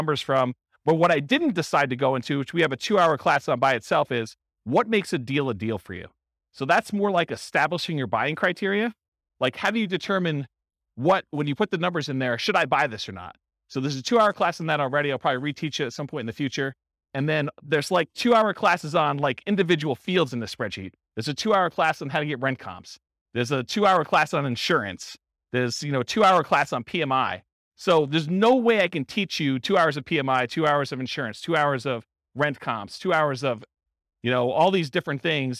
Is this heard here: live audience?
yes